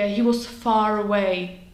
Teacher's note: to r, které by se vypustilo na konci, v návaznosti na další slova ve větě tam přece jenom zůstane, aby oddělilo dvě samohlásky, které by v tom případě splynuly v jednu. · Term: linking r